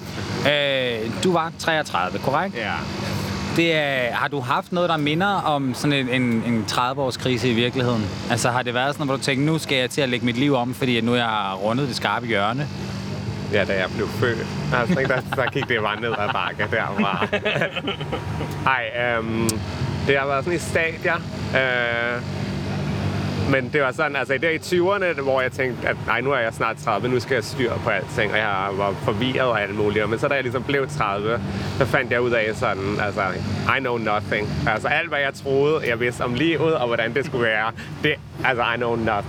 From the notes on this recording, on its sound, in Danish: 30-årskrisen er på Roskilde Festival. Han søger dog ikke campingpladsen og ølbongene, men holder sig til sin campingvogn og koncerterne.